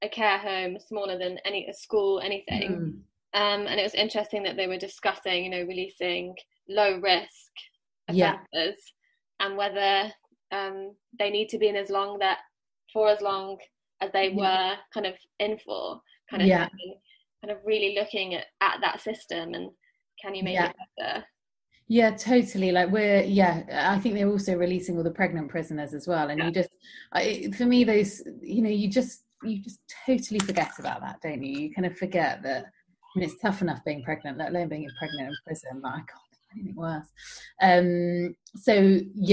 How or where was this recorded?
video call